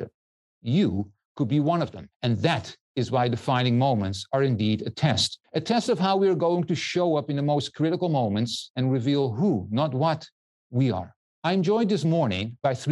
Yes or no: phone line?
no